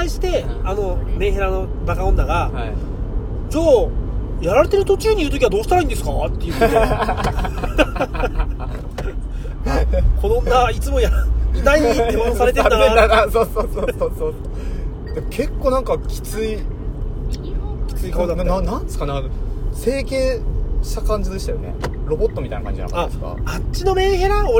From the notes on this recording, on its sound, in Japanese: 営業中の車の中で